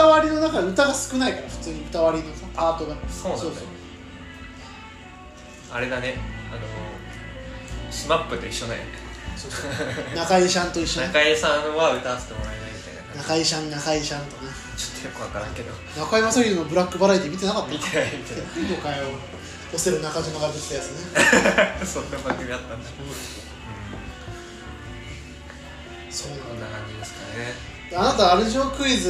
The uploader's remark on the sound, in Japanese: 別刊を一緒に録ってる高校時代の友人と、正月にカラオケに行ったのでそのついでに録りました。